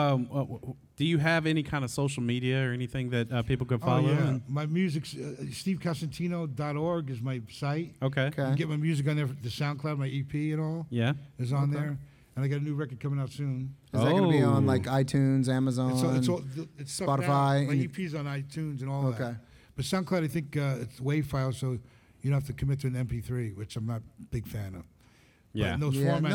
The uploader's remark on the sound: We are LIVE at ICCC Nashville!